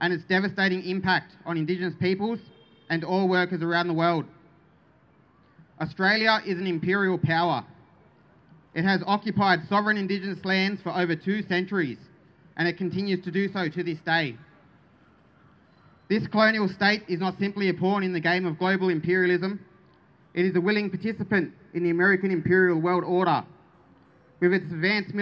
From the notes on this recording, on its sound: On May 1 outside the State Library Melbourne we heard some rousing speeches